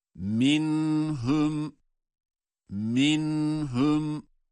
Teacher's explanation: Nun sesi cezimli. Kendisinden sonra gelen ha harfi sebebiyle de izhar olarak okunmakta.